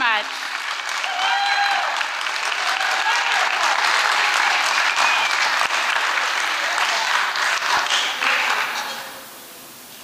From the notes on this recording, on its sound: Recorded at the Liberty Theatre in Astoria, OR.